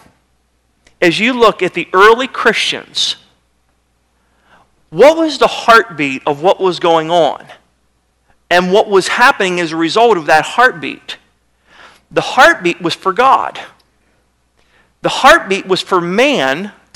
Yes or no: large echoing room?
yes